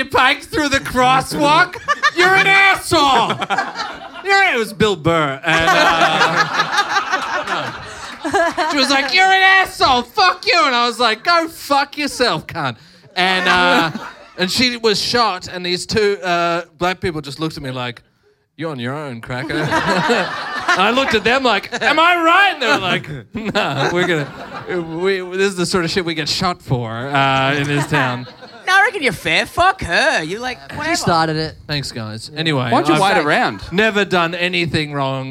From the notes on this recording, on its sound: Ripper live ep